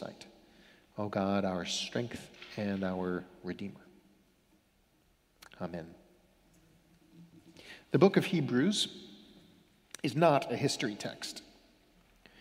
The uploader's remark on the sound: Sermons from Old South Church in Boston